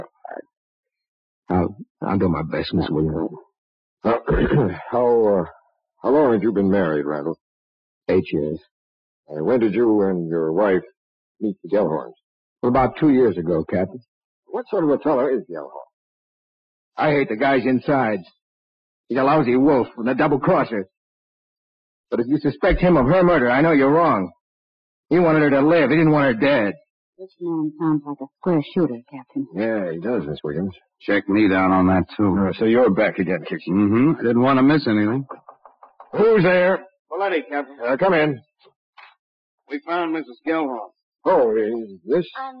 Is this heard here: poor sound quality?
yes